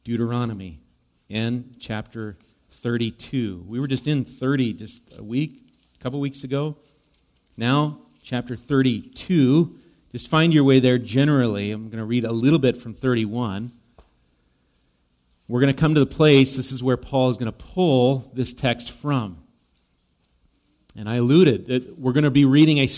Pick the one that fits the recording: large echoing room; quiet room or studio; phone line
large echoing room